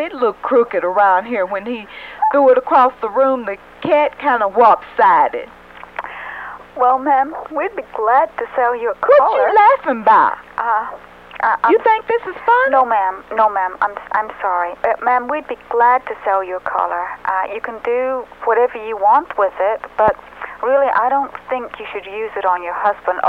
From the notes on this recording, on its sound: Prank Phone Calls